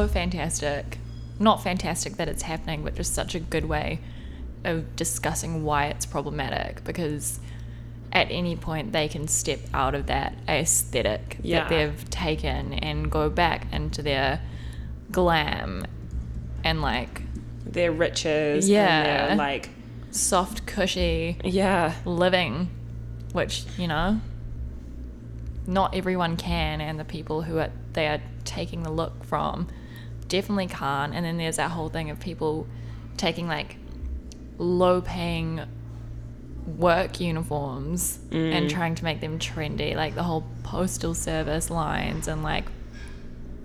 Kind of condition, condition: fault, sounds in the background